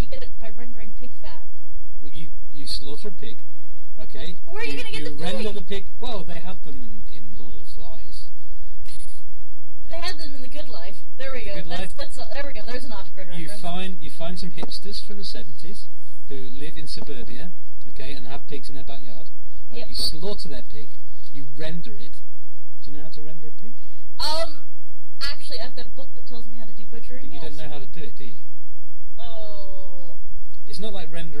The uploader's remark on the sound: The audio quality is appalling